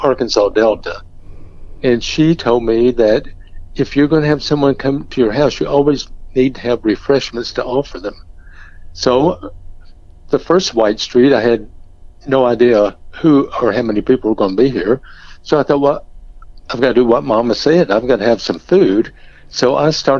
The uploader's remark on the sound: White Street Walk - Eureka Springs. This year, the coronavirus has shut down the May Festival of the Arts. Shares some of the ambiances of the event in this phone chat.